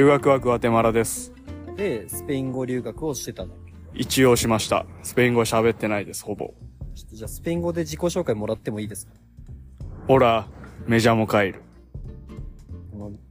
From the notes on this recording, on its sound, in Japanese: 屋外の収録なので、雑音が多いです